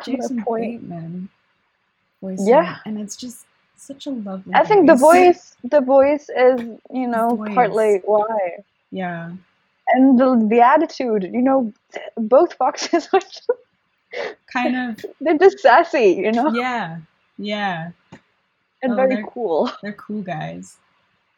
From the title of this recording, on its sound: shitty audio!